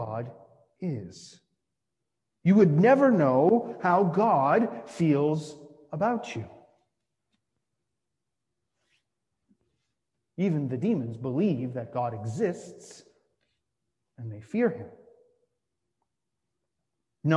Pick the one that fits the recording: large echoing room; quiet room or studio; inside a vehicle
large echoing room